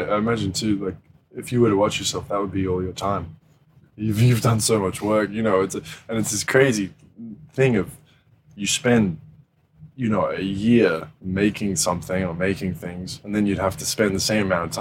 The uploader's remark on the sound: That’s why we recorded this podcast at the 2022 Monaco Grand Prix.